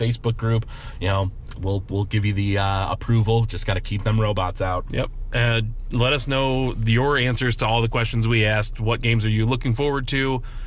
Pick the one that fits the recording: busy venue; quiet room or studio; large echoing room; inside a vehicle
inside a vehicle